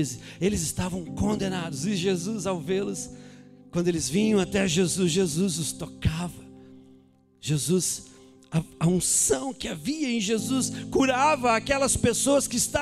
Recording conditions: large echoing room